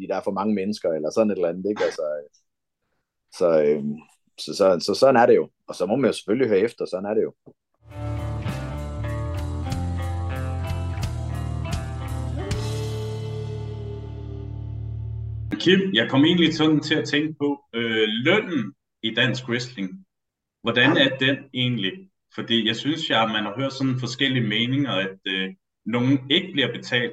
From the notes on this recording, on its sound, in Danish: vi har optaget det via Zoom, så hvis lyden lyder meget speciel, så er det derfor